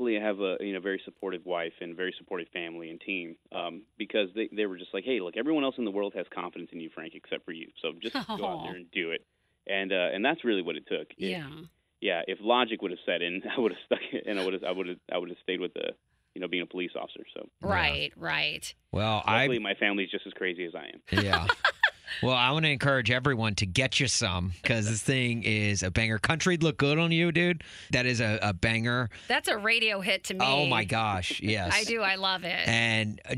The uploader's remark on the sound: called